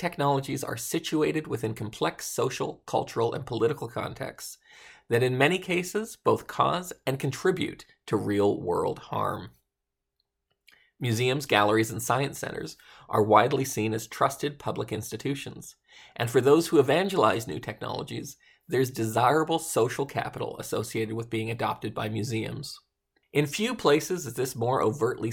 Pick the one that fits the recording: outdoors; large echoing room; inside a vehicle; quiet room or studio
quiet room or studio